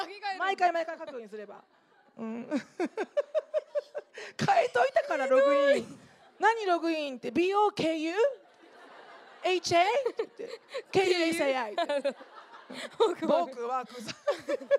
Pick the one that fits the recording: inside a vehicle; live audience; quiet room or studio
live audience